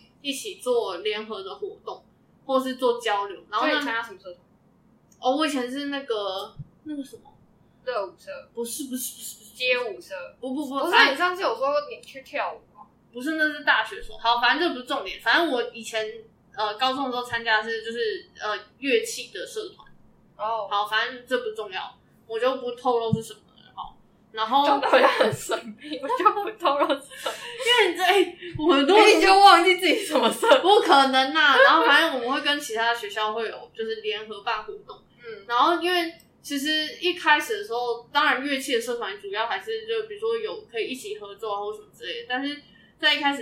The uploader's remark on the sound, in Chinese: 戴口罩錄音，聲音也悶悶的